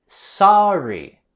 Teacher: Aquí queremos subir la voz y entonación con la primera sílaba de sorry.